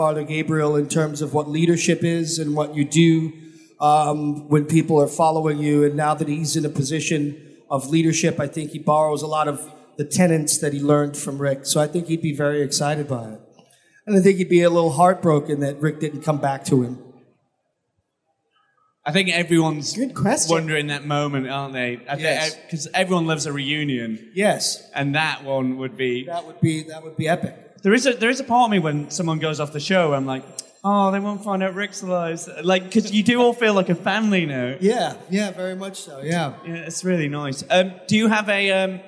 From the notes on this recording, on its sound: at Brussels Comiccon (Feb 2020)